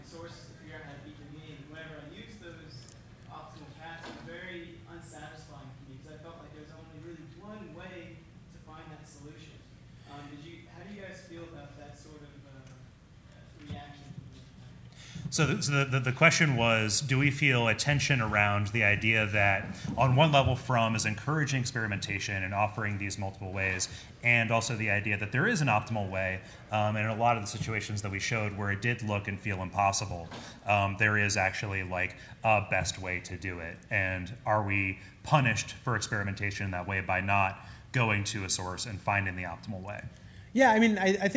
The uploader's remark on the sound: Live Show